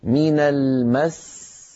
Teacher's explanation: نضغط قليلا حتى ننبه السامع أن هذا الحرف الذي وقفت عليه مفردا هو في الحقيقة لو وصلت هو حرفان · Term: الوقف على المشدد